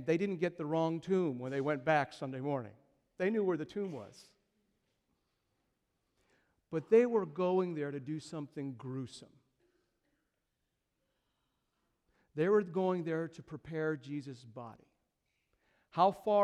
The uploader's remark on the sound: These are the 4 sermons preached during Passion Week 2015 at Christ The King Church in Kenosha, WI.